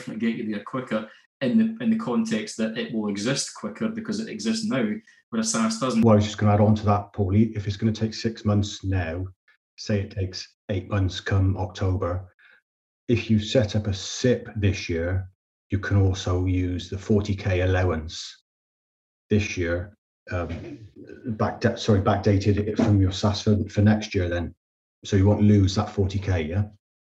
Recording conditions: video call